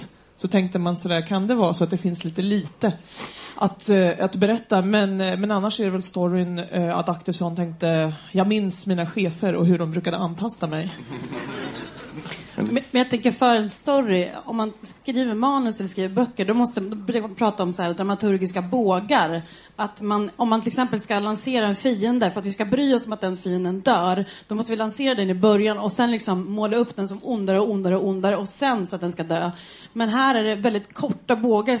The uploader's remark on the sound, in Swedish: Flumskolan är en satirpodcast av Galago och Aftonbladet kultur som spelas in live inför publik på Mosebacke etablissemang i Stockholm.